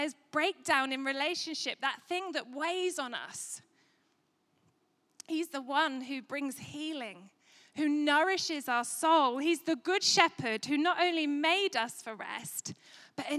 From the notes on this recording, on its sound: Recorded at Life Church Lancashire 20/03/2022